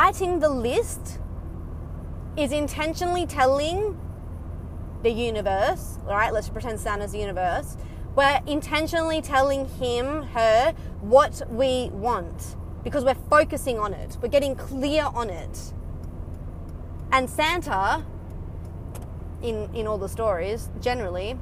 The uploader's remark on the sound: Casual chats while driving home from work